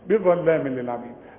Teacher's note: اما التنوين ده ادغام كامل بدون غنة